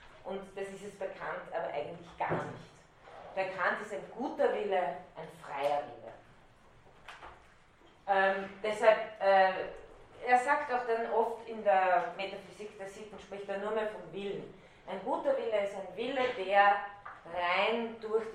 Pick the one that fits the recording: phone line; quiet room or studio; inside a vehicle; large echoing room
large echoing room